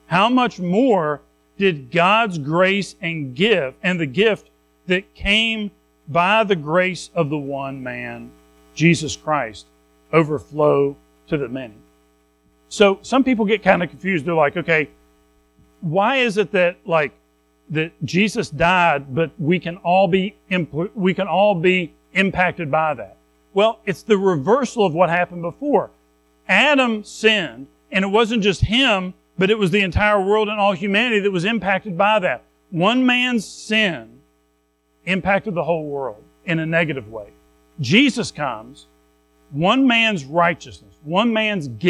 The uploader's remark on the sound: Recorded at Madison Baptist Church in Madison WV on Feb 4, 2024